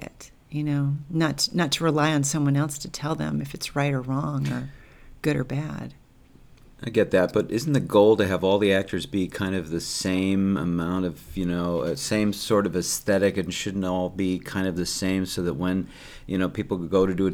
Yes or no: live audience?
no